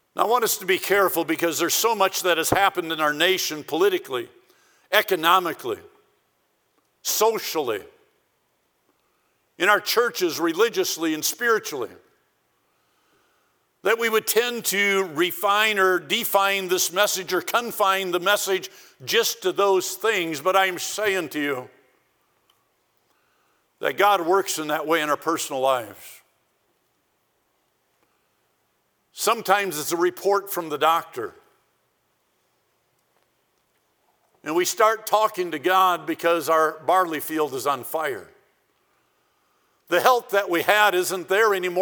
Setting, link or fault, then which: setting, large echoing room